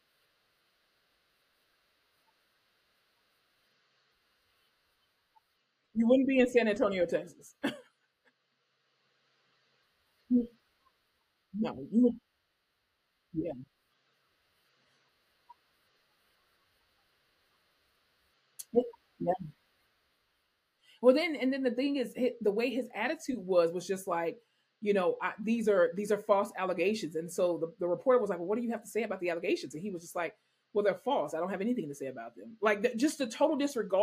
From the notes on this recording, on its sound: Please forgive any technical difficulties in this episode as we tried our absolute best to bring you quality audio and video.